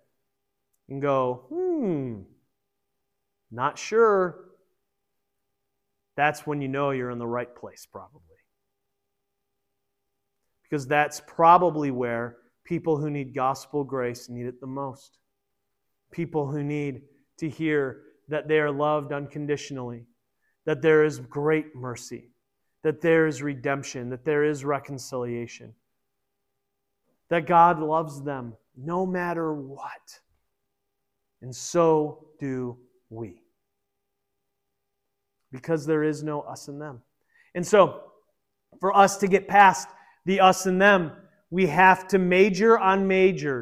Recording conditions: large echoing room